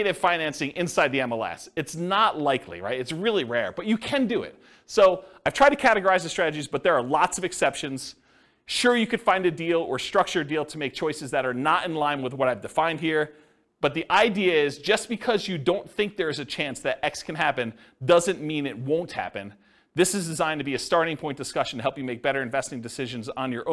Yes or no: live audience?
yes